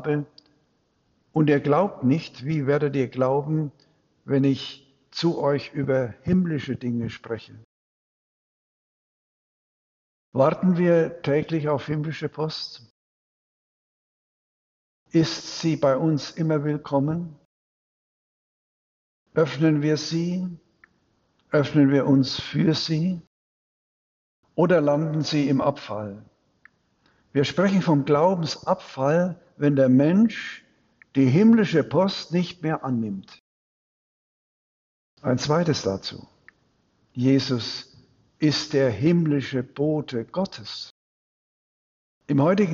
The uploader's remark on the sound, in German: Predigt am Dreifaltigkeitssonntag in Großenbuch und Dormitz